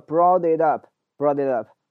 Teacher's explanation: 当它前面是一个元音，后面是一个元音的时候，这个 t 呢就变成一个快速的类似于 d 的发音 · Term: flat t